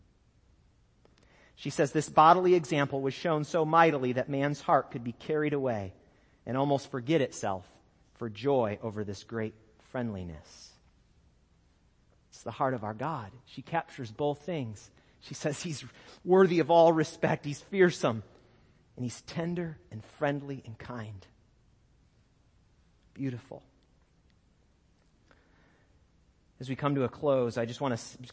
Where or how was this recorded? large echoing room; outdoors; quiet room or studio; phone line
large echoing room